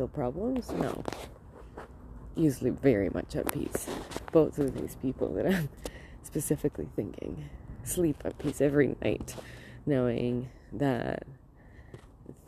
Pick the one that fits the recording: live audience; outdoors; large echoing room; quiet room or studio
outdoors